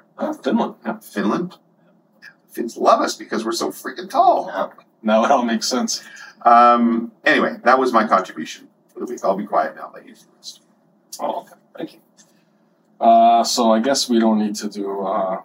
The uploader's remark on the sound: recovered from a laptop room recording, please excuse the restored audio quality